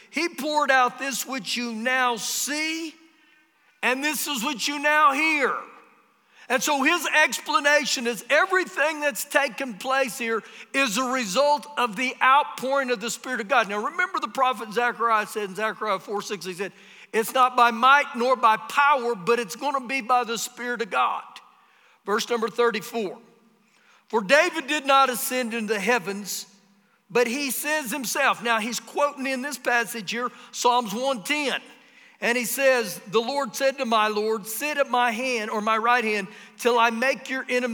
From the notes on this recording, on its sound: Recorded live during our Sunday morning service